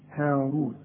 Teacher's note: الراء مضمومة وكل راء مضمومة مفخمة